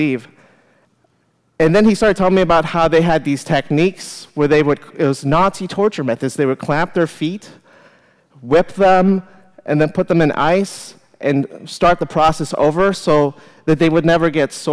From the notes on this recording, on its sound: live at The Fremont Theater in Portland, Oregon